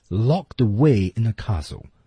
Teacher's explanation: 我感觉他的那个升调在 lock 那个词上